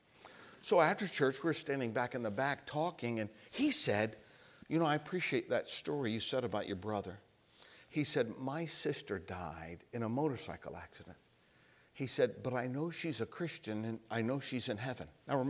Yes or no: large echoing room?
yes